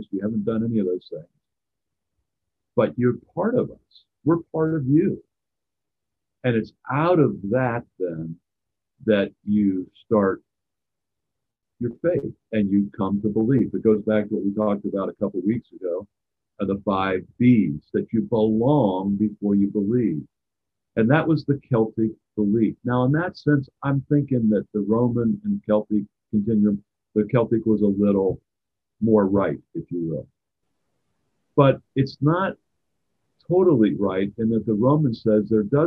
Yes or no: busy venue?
no